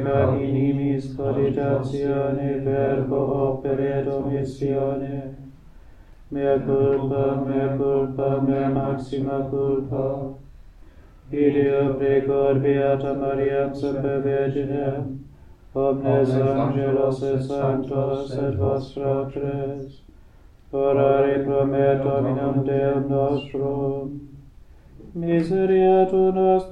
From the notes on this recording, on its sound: Recorded live at Southgate House on 19 August 2023.